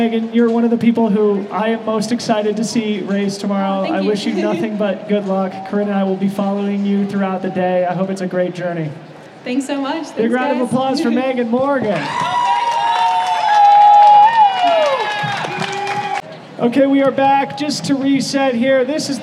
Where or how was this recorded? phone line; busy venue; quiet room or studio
busy venue